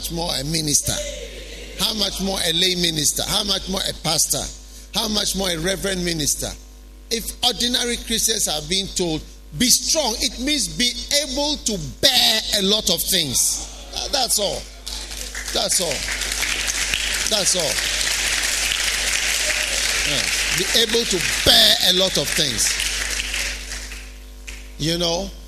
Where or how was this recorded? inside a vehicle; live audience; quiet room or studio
live audience